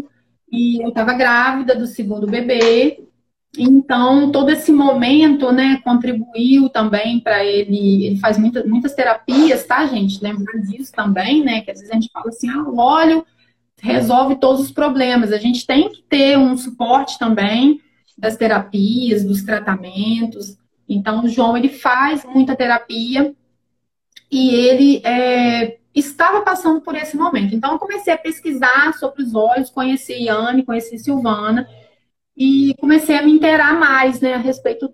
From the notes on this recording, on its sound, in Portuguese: gravado em Live no Instagram no dia 26-10-2020